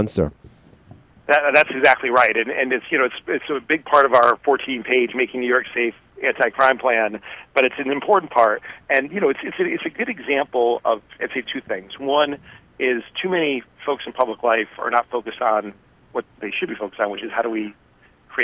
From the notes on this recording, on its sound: called in today.